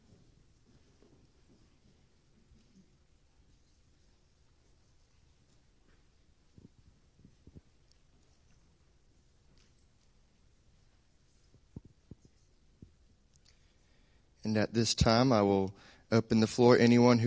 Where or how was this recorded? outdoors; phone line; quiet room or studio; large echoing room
large echoing room